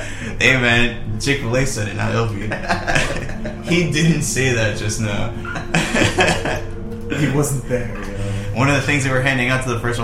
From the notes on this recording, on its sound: The audio is pretty meh this episode. We're so laid back that nobody could get up to adjust the mic.